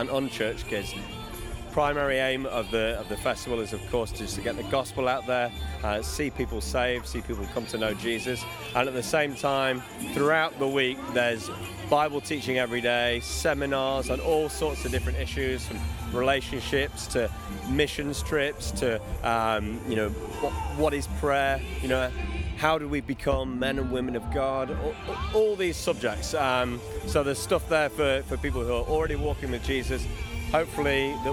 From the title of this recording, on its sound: LIVE from CreationFest 2015